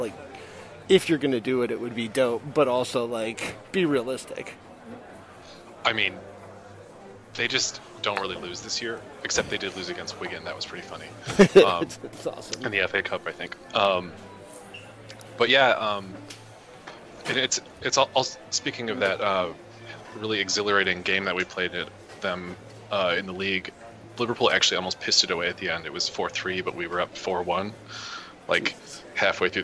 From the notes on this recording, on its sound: we decided to record while I was at the JFK airport bar